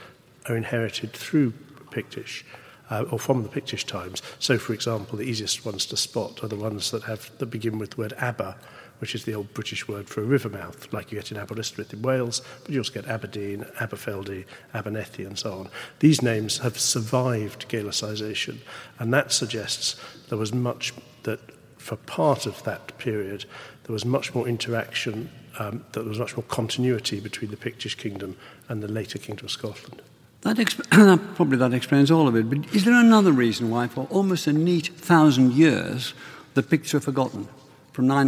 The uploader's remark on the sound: That discussion takes place in front of a student audience at the University of Glasgow, many of them studying this topic.